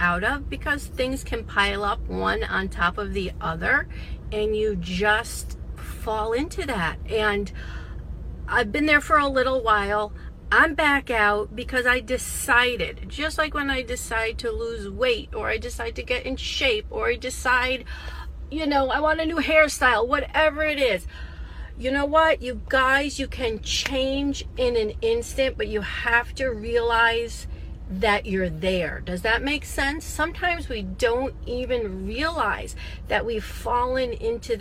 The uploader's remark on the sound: In this short Connected Body Podcast I share with you an impromptu talk that I recorded in my car.